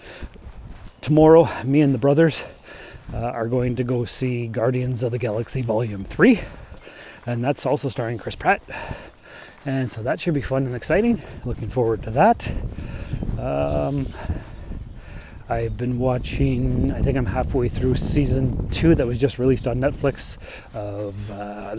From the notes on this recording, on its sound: This week is a walk and talk type show. I will be walking along on my mail route.